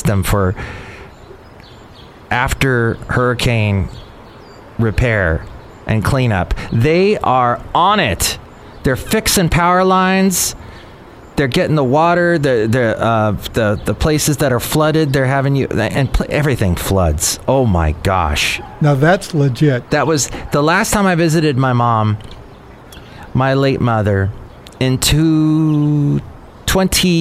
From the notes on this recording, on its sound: podcasts live from Café Anyway